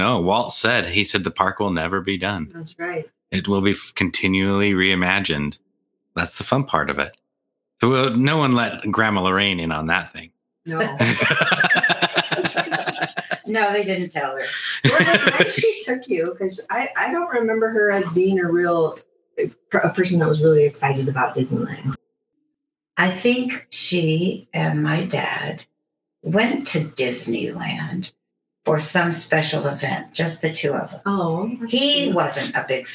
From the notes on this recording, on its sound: This episode was recorded in the infancy of Magic and Mayhem Podcast, and the audio quality is terrible.